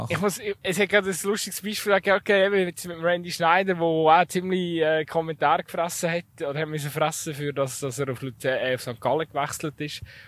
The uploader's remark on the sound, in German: live vom Fussballplatz in Altstetten